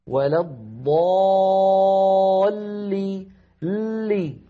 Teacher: ولضالين، اللام أيضا في كلمة ولضالين مشددة تتألف من لامين، اللام الأولى بين الرخوة والشديدة زمنها يحتاج إلى جريان ضئيل